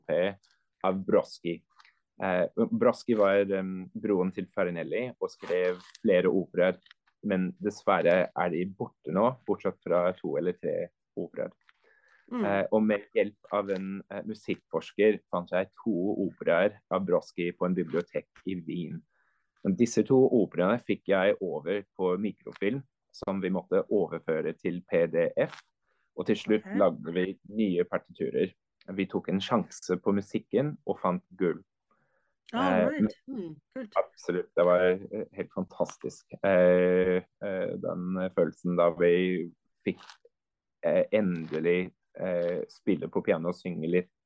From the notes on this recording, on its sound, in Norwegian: Vi sitter ikke på samme sted, men vi snakker sammen på Zoom – jeg i Oslo og han i Zürich.